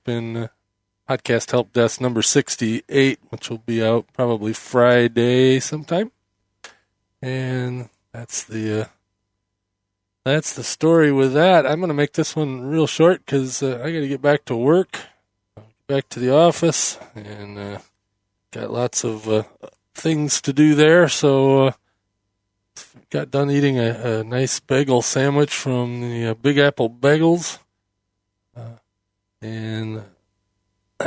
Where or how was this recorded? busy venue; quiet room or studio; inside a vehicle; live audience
inside a vehicle